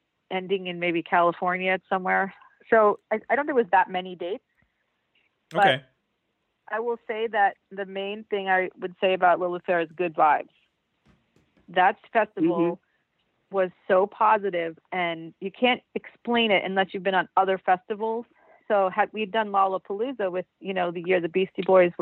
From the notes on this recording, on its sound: Special call-in guests. Telephone interview.